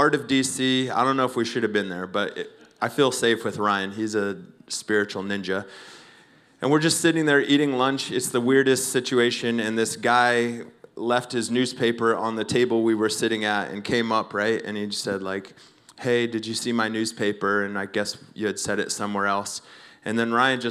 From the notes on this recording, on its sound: Recorded Sunday evening service at Reunion Hawaii.